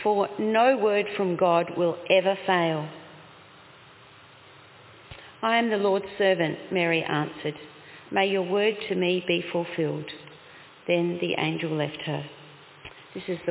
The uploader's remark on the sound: Congregation: Carlton 10am (Service of Baptism and Confirmation)